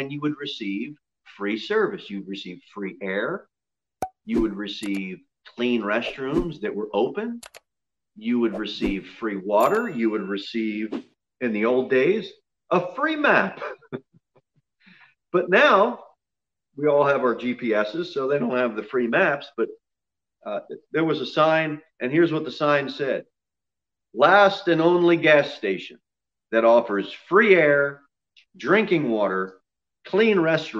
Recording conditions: large echoing room